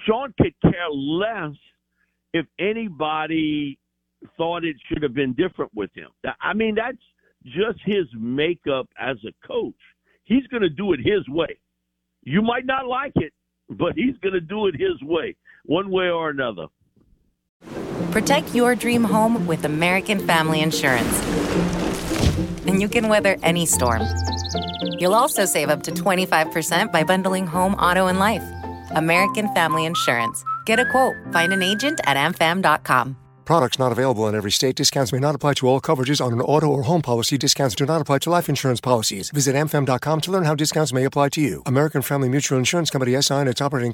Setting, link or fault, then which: link, phone line